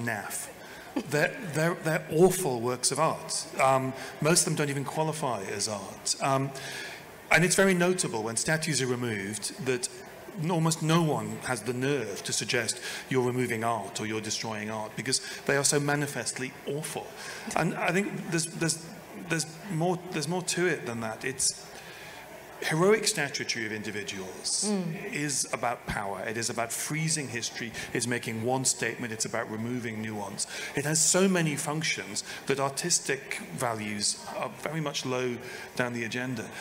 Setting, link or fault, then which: setting, live audience